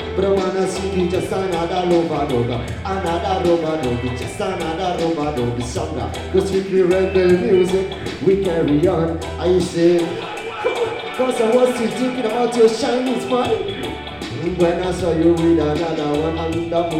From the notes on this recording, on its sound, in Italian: registrata durante la festa tenutasi al Centro Interculturale il 21/12/2021